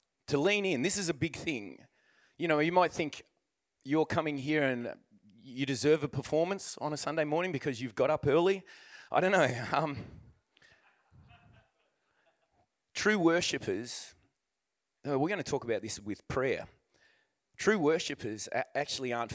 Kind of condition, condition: setting, large echoing room